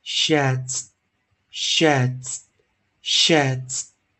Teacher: 记得 E D 配上 S 要浊化